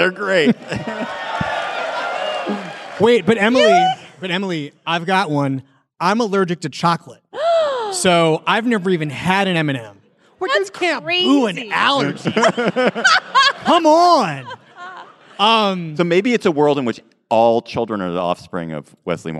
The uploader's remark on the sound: Live From New York!